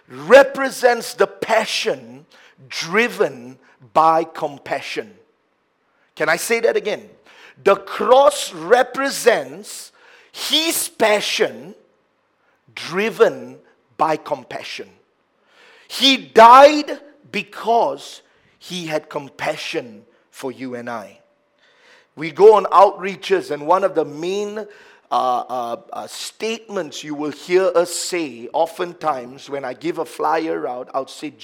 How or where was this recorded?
large echoing room